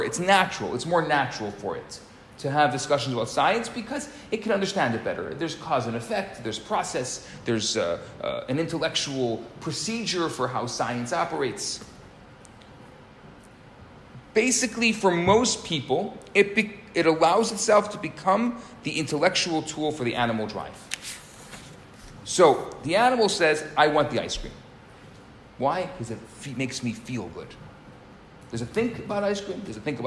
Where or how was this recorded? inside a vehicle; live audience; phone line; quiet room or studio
live audience